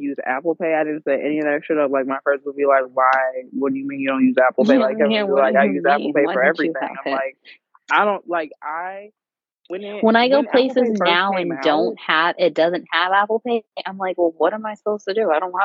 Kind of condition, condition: link, phone line